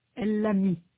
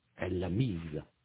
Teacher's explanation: Remarquez que dans ce cas, la prononciation est différente. Dans « mis », le « s » n'est pas prononcé. Dans « mise », il est prononcé comme « z », comme un « z ».